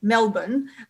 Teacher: Вот в Мельбурне, например, часто не проговаривают букву «Л». То есть вместо «Мельбурн», «Мелбурн», они скажут «Мелбурн».